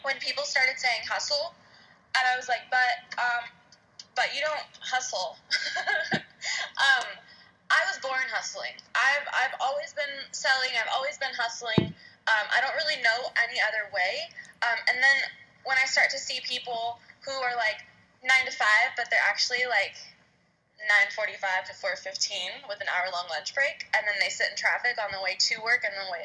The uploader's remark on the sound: Coming at you in the car, running to an appointment.